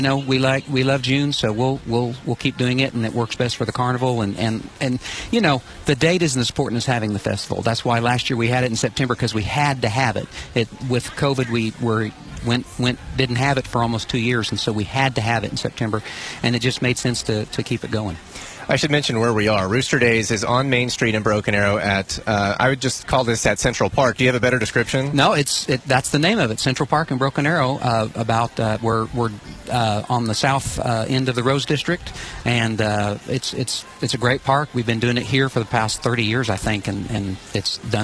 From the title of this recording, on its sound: live from Rooster Days in Broken Arrow